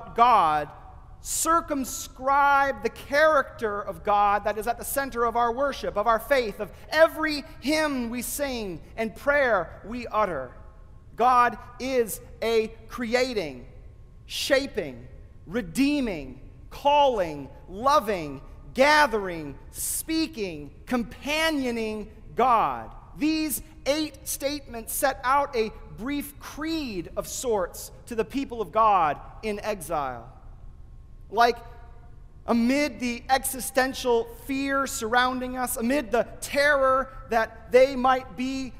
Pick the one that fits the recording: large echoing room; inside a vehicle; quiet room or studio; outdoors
large echoing room